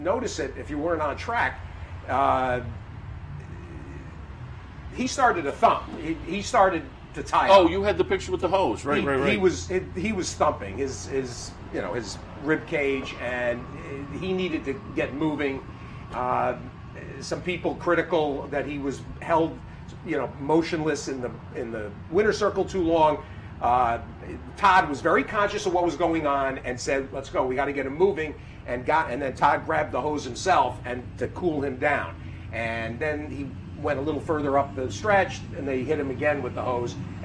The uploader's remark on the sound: live from Saratoga Race Course